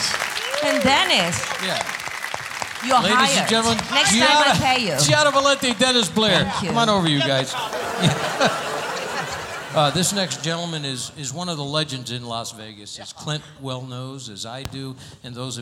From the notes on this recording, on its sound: Live at the SouthPoint Casino